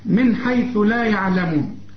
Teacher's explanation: نون ساكنة بعدها حرف مفيش غنة، الحاء من حروف الإظهار